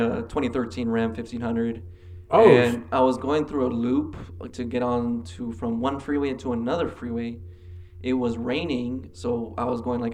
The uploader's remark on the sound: Sorry for the sound quality this week, we almost weren't able to record due to technical difficulties!